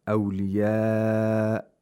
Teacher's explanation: for madul muttasil, you can lengthen it to 4 or 5 vowel counts